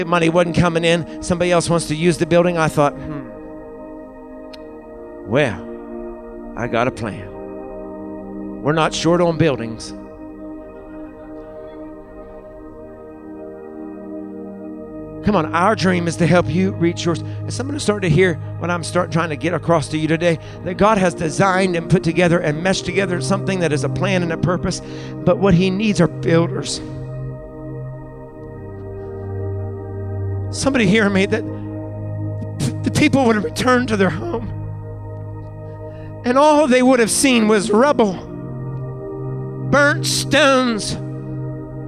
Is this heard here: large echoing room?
yes